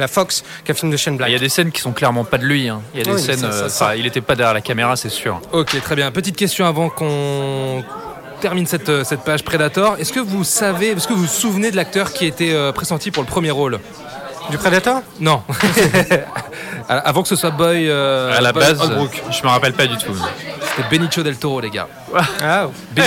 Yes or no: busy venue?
yes